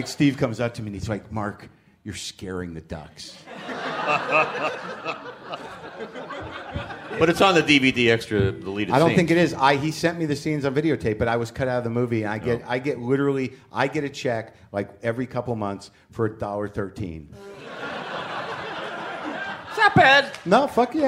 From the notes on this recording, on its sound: Live WTF from the Riot LA Alternative Comedy Festival